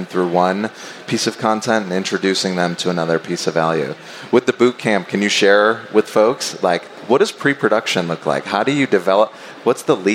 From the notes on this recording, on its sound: INBOUND 2023 Replay. I had the incredible opportunity to take the stage at the 2023 event for a fireside chat.